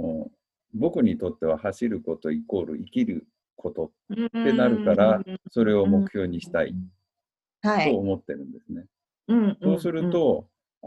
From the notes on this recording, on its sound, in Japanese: 今回もZOOM収録でお届けです。